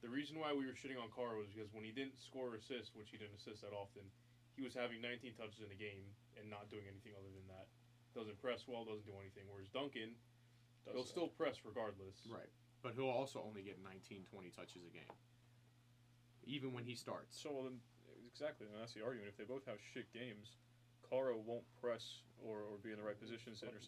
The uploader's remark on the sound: The audio quality is not as good as it usually is. Having to use the fan reacts mic until we get the new soundboard.